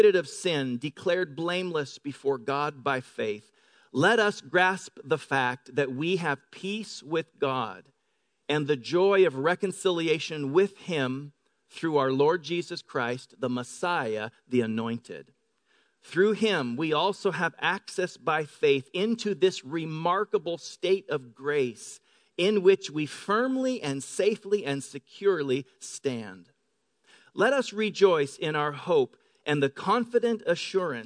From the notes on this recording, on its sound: Delivered on 13 May 2018 at Grace Church of La Verne